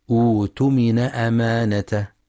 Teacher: حيث يتم إبدال الهمزة الساكنة حرف مد ليناسب حركة همزة الوصل. وسبب ذلك أن العرب لا تجمع بين همزتين الثانية منهما ساكنة عند الابتداء، أما عند الوصل تسقط همزة الوصل وتعود الهمزة الساكنة إلى أصلها، أي لا يوجد مد بدل.